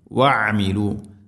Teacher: ഐന് തൊണ്ടയുടെ മധ്യഭാഗമാണ് മഖ്റജ്